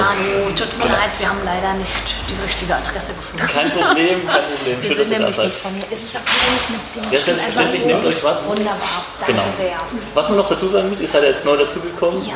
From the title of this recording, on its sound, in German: Mitschnitt Vortrag